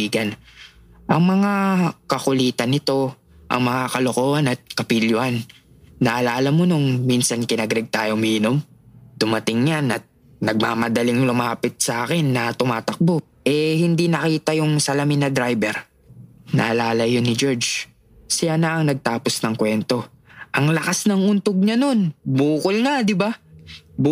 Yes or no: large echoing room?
no